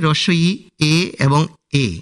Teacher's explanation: এই তিনটি স্বরধ্বনির উচ্চারণের সময় ঠোঁট দুপাশে ছড়িয়ে যায় বলে এই স্বরধ্বনিগুলিকে প্রসৃত বা প্রসারিত স্বরধ্বনি বলে। · Term: প্রসৃত স্বরধ্বনি